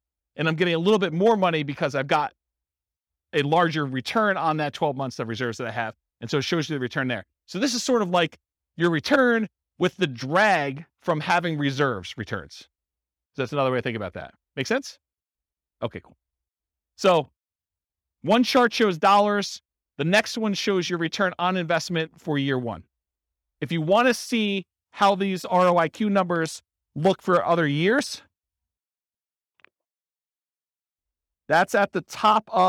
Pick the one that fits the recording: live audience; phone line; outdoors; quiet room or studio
live audience